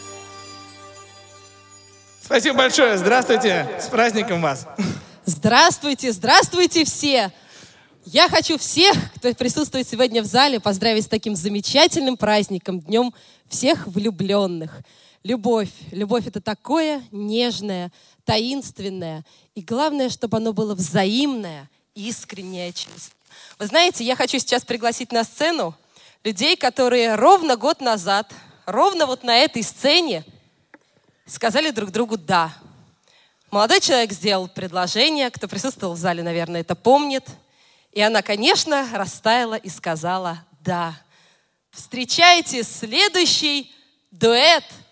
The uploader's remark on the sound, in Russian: Фрагменты концерта в Центре культурно-спортивной реабилитации Санкт-Петербургской региональной организации ВОС.